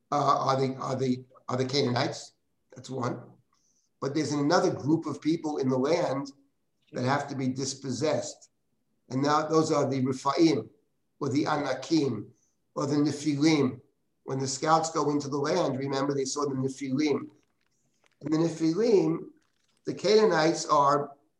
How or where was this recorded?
video call